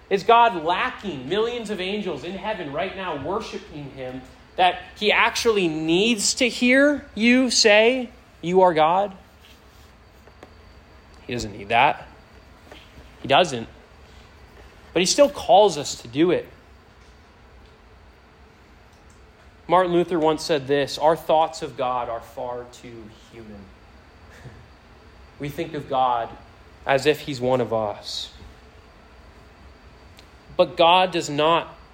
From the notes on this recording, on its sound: This sermon was preached to a Senior High audience